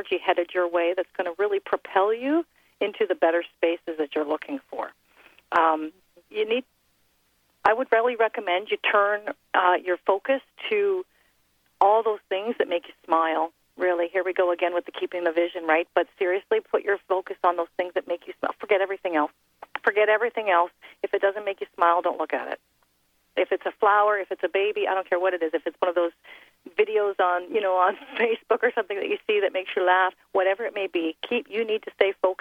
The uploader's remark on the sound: A total call-in show